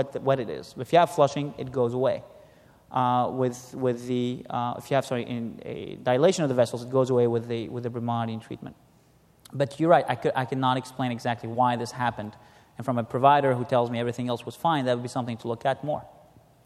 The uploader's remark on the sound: was recorded at the 2013 SDPA Fall Conference in Atlanta